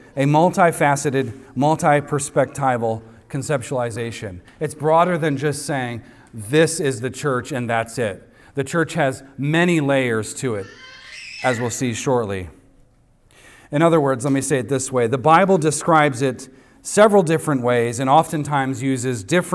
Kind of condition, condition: setting, large echoing room